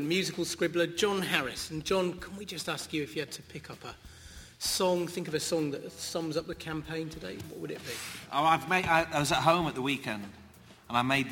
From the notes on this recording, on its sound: Live from Kings Place. In front of a live audience.